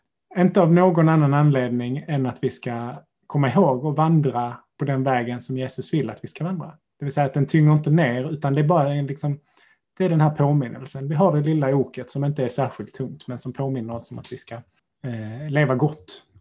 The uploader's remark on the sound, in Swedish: Denna månads avsnitt är inspelat via Zoom.